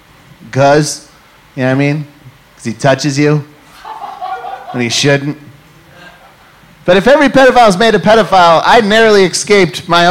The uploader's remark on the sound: Live! From Salt Lake City Golden Spike Comedy Festival. Took freedom on the road to the first annual Golden Spike Comedy Festival in Salt Lake City, Utah, where they were met with warm welcome!